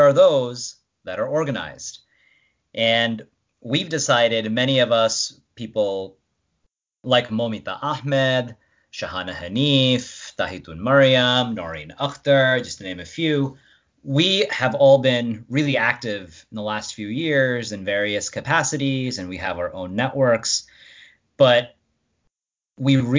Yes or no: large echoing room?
no